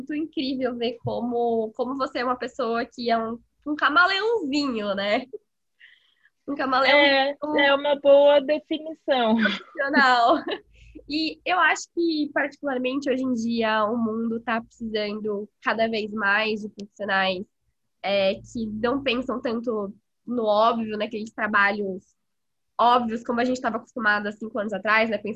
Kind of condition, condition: link, video call